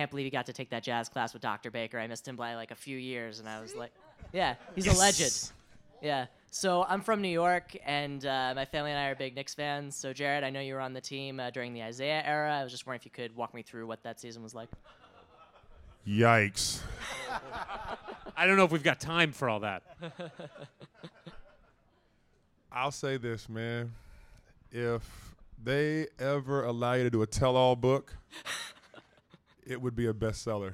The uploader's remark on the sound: A live taping of their show in Santa Monica.